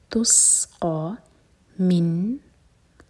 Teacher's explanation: تس قا من، نون پر سکون تو نون پر اظہار، نون کو کلیئر پڑھیں گے، نہ ہولڈ کریں گے اور نہ ہی جھٹکا دیں گے